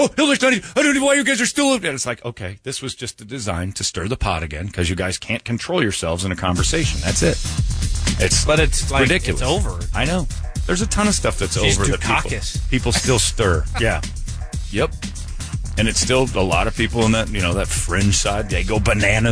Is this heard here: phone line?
yes